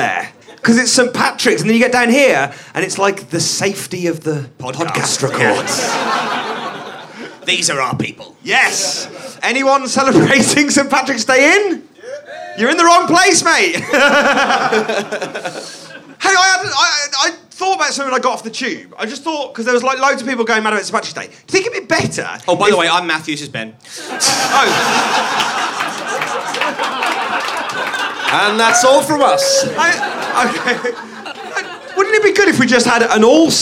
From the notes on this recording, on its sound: the best bits from the live gig introductions